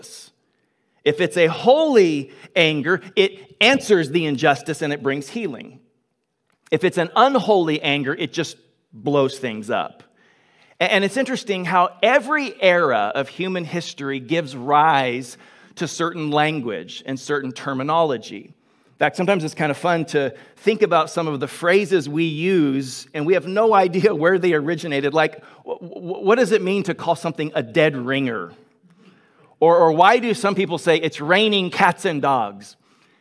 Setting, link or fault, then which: setting, large echoing room